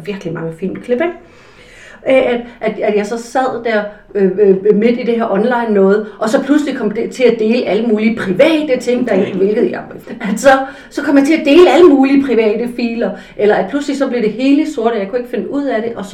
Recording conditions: poor sound quality